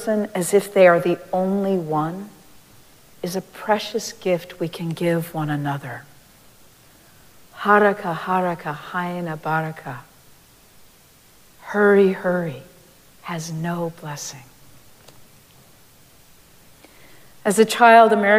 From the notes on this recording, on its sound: Recorded live at Arlington Street Church